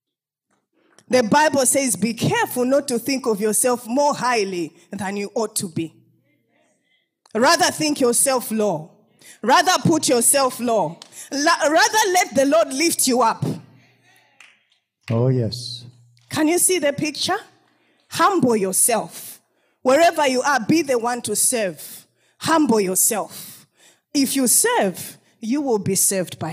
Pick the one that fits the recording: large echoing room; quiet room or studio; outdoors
large echoing room